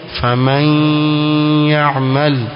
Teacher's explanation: ile nun haitamkwi katika mahala pake, bali itamizwa kiasi ingizwe katika ya, kitakachobakia ni ghunna. Kwa hivyo kwa wanavyuoni wa Qur'an au wanavyuoni wa tajwid, ukiisoma faman ya'mal, tayari wewe hesabika umefanya nini?